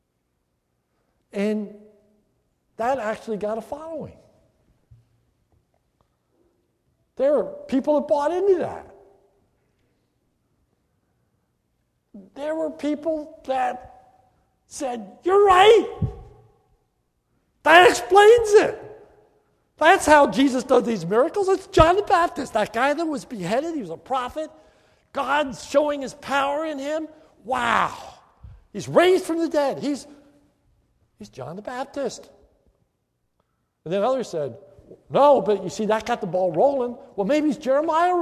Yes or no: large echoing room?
yes